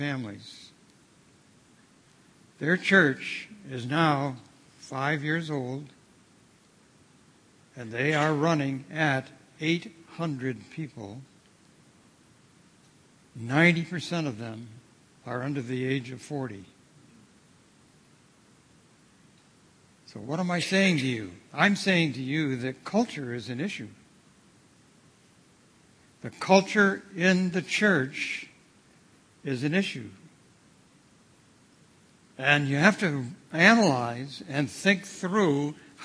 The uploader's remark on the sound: at The People’s Church, Somerville, NB on Sunday evening October 2, 2016